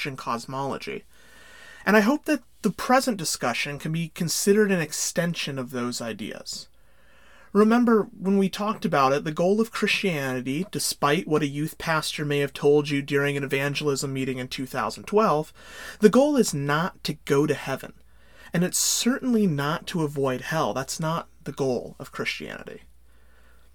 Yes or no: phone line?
no